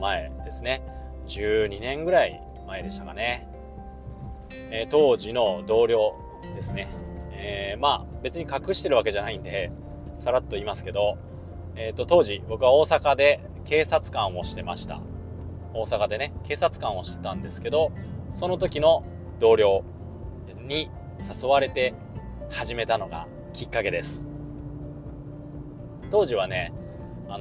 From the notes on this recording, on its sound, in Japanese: 初めてのドライブ収録。